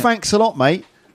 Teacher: they're replacing the th with a f.